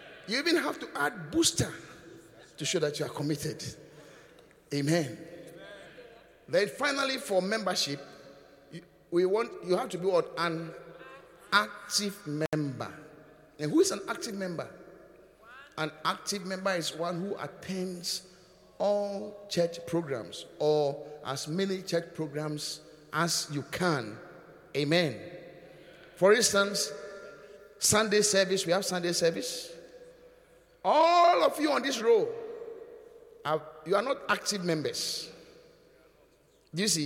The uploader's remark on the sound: Preached at the Qodesh